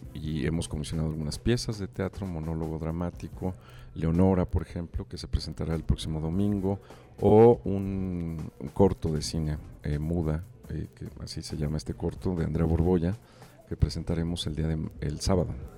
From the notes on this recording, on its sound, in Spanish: Inspiria beta desde el Festival Aleph.